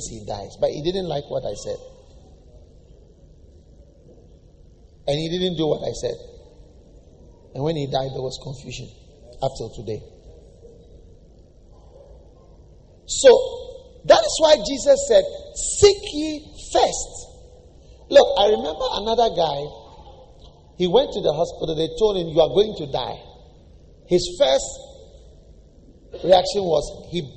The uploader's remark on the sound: Preached at Lighthouse Chapel International, New Gbawe.